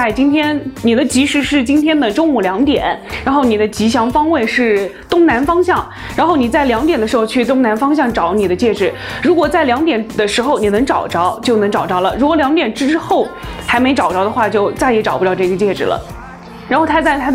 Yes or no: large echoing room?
no